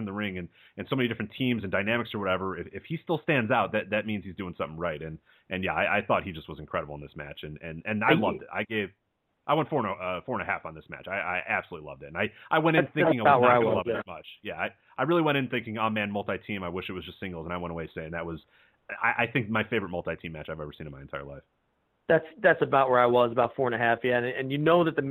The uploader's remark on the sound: via phone